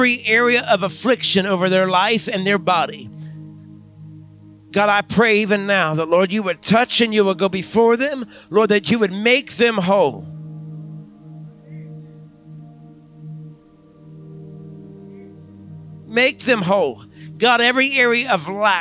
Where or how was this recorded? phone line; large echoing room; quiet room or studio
large echoing room